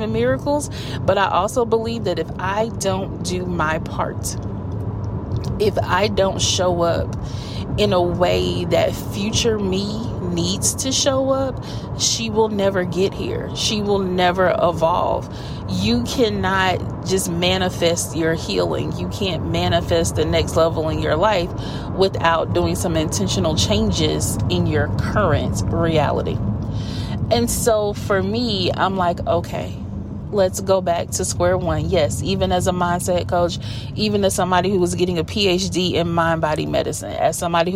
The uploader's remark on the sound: Car Chronicles. This is when an idea sparks while driving and I have to get it out in the moment! Coaching in the Car.